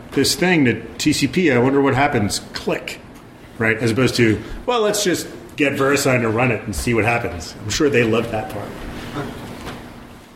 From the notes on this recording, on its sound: A recording from vBSDCon 2015 of the talk